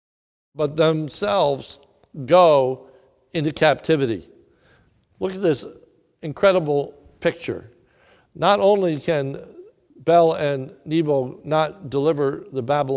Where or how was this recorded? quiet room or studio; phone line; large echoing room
large echoing room